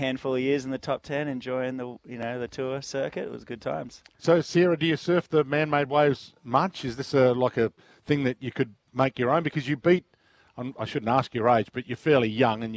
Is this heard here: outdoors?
yes